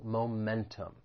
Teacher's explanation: The word has three syllables. The stress is on that second syllable